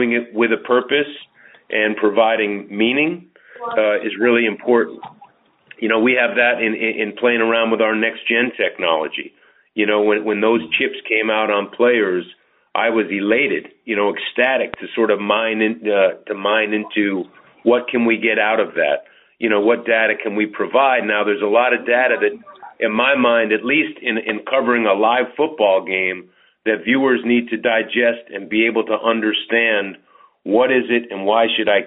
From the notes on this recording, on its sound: MNF Conference Call.